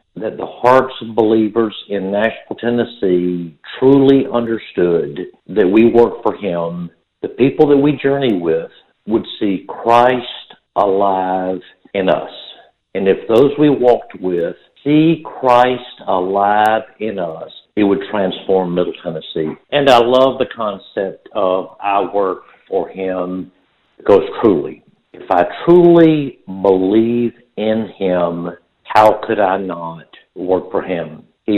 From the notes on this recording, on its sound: We had a BLAST doing all three shows this Friday LIVE as we took your calls.